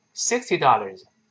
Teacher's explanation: 后面那个 Z 几乎声带不震动，听不清了